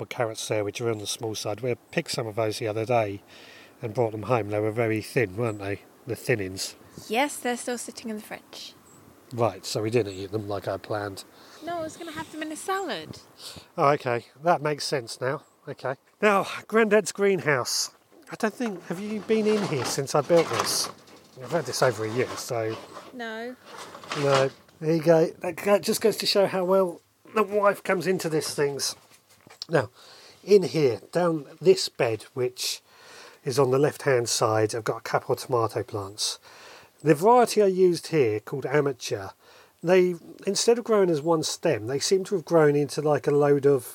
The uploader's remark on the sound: Walking around the allotment with my wife. Tonight I recorded us chatting as we wandered around the allotment.